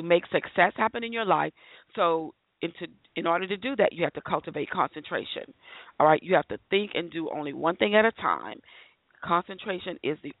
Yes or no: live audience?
no